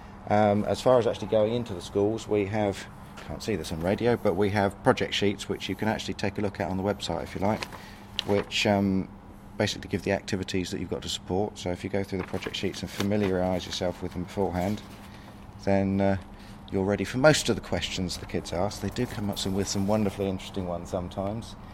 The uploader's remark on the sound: The interview was conducted at OggCamp 14 , a free culture unconference, held in Oxford UK on the weekend of October 4th-5th 2014. OggCamp Interview.